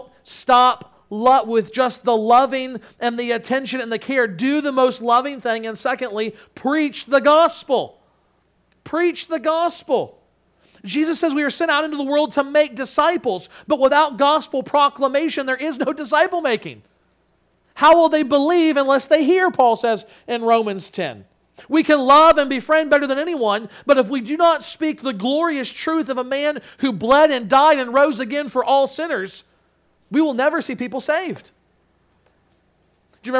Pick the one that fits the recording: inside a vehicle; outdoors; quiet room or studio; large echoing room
large echoing room